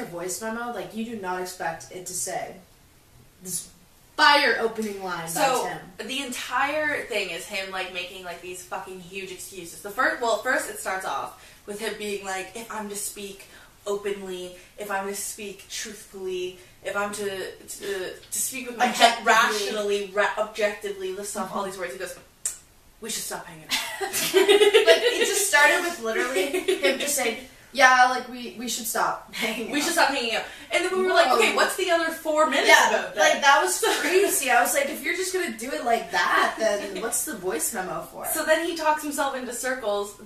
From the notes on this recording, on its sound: Apologies for the audio this episode.